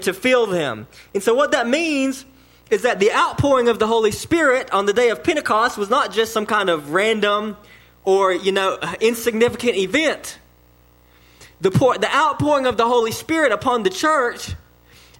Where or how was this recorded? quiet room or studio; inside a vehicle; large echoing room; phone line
large echoing room